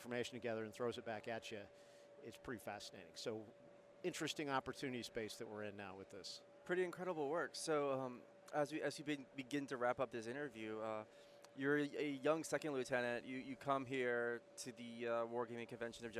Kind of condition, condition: setting, busy venue